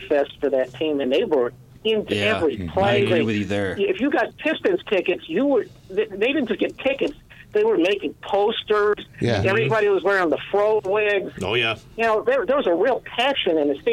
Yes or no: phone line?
yes